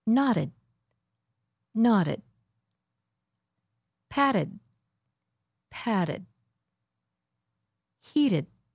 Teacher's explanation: Do you see how the D and T sound alike when they happen between two vowels? You might hear that the vowel is a little longer when it's before the D. · Term: flap